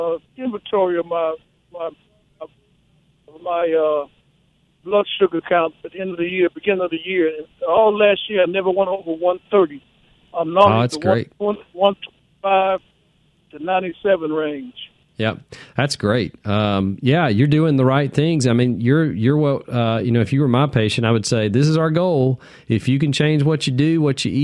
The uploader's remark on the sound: takes listener phone calls